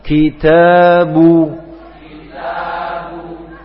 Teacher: untuk dhamma sekali lagi bibirnya dihimpun ke depan